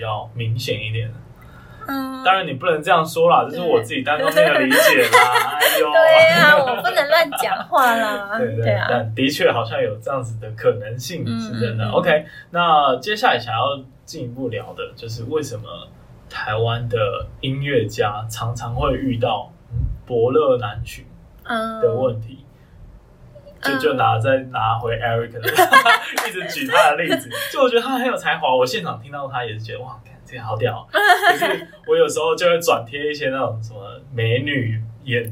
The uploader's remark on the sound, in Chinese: 但沒想到台中沒有適當的錄音室，臨時找到樂團練團室店家的設備卻出問題，所以最後只好用iPhone錄音，可能還會聽到鼓聲，所以本集內容聲音的品質比較傷耳請見諒。